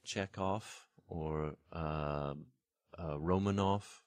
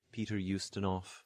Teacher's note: In Russian words and names, final V becomes an F